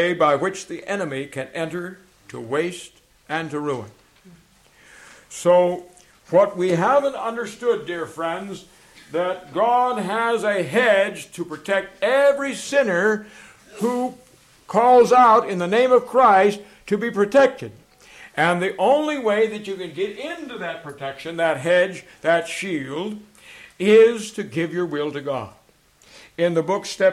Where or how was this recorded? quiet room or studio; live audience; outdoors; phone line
live audience